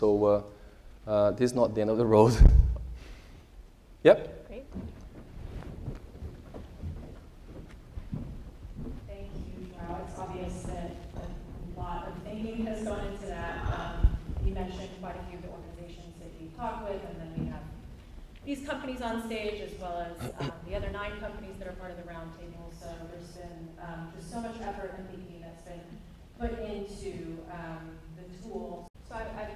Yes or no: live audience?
yes